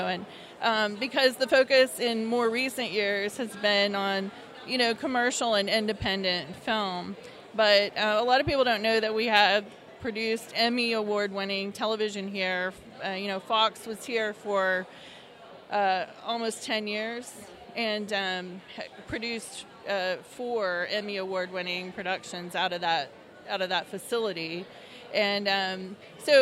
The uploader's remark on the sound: before the start of the 2019 TXMPA IMPACT awards